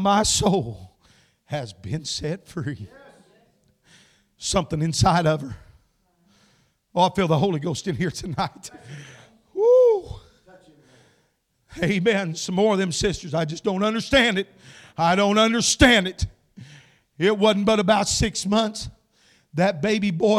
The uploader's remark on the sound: Shares an encouraging message with the congregation at Landmark Holiness Church.